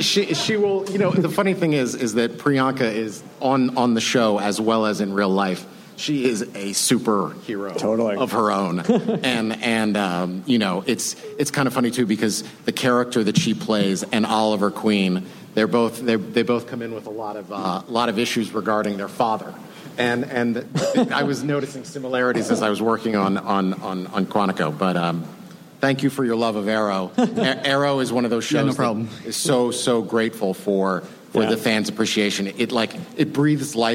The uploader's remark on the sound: New York Comic Con. Recorded October 8, 2015 at NY Comic Con.